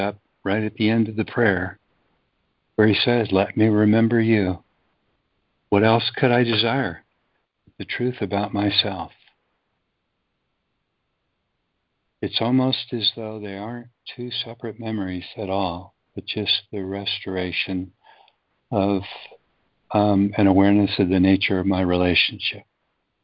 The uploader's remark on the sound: ACIM Daily Conference Call.